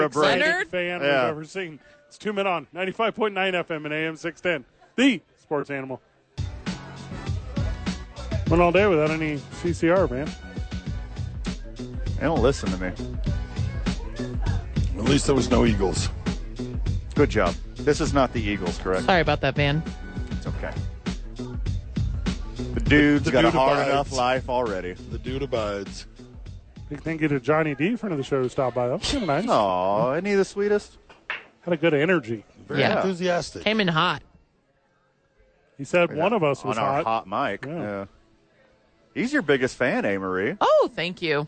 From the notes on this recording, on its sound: The Bois are live from Howies Sports Page.